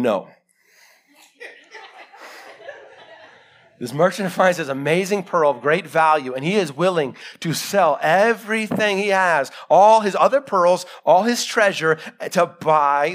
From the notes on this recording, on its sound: Live sermon recorded 21-November-2021.